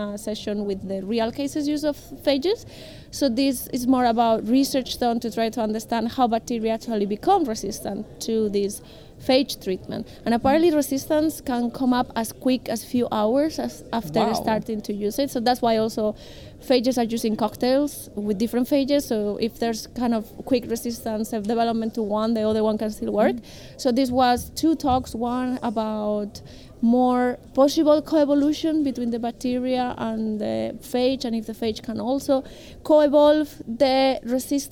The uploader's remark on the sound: Live from ECCMID23! In Copenhagen at the European Congress of Clinical Microbiology and Infectious Diseases.